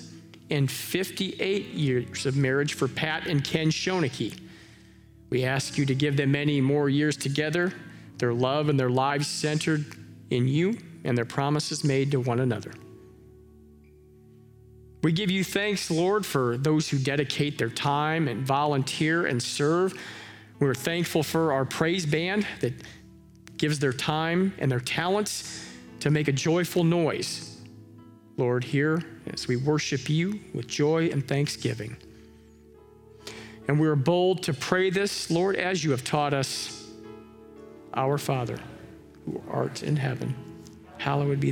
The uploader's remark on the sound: Live from our Celebration Ministry Center